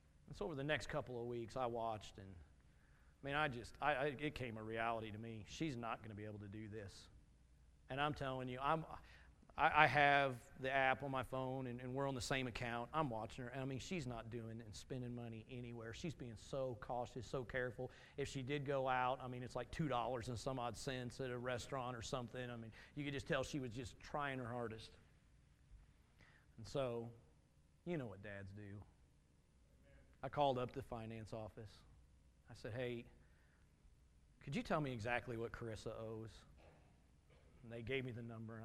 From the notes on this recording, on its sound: Message from Sunday morning service